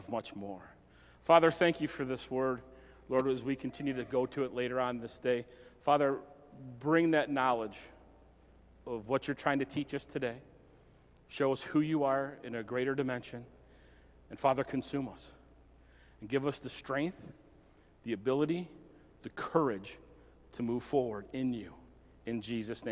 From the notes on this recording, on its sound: Recorded at Southtowns Christian Center Feb 27, 2022.